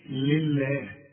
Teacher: واللام مرققه دائما، وتكون اكثر رقه اذا كانت مكسوره